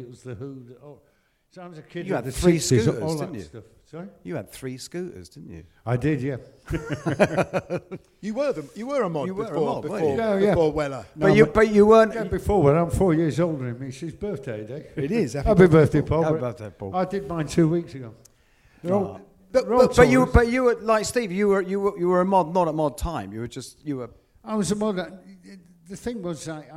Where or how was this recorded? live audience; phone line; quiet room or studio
live audience